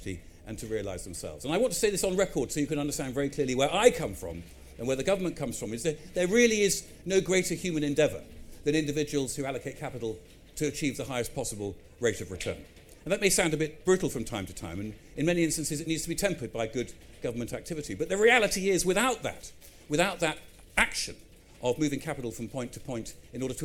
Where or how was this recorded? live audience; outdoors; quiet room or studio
live audience